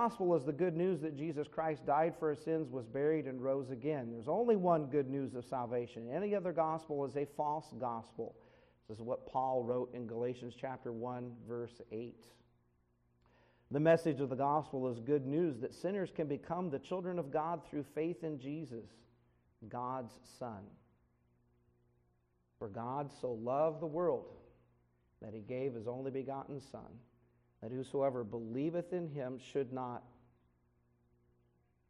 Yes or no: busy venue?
no